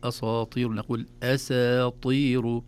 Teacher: نحتاط لها ونأخذ حذرنا لئلا تفخم السين تبعا للطاء